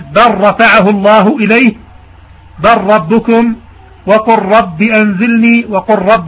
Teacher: ثانيا اللام في الراء سواء كانت من حرف مثل بل أو من فعل مثل قل، مثال بل رفعه الله إليه، بل ربكم، وقل رب أنزلني، وقل رب ملحظين، هذا هنا أدغمت اللام في الراء من باب الإدغام المتقاربين